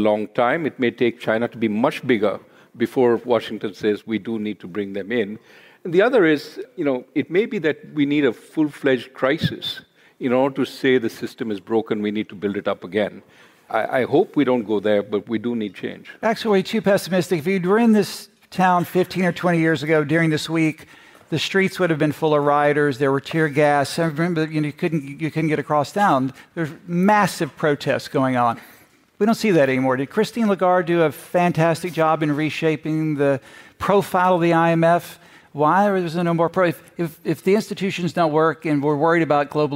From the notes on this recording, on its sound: a special episode from the annual meetings of the Fund and World Bank in Washington